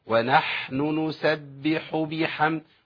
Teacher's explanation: الحاء الساكنة فيها ايه؟ فيها صوت بيجري وفيها نفس بيجري، يبقى لازم ابين ده. ونحن نسبح بحمد، وبرضه ايه يبان · Term: حاء ساكنة